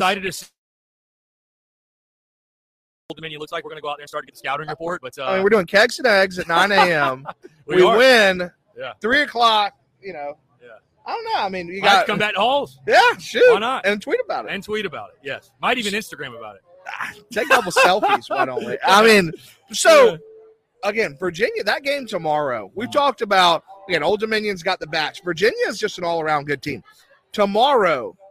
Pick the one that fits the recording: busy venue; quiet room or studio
busy venue